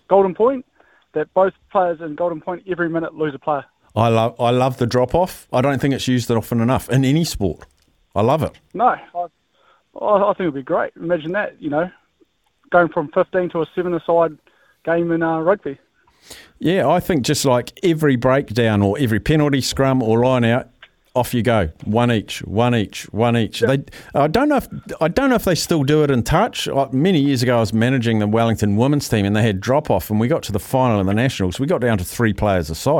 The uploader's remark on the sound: Listeners call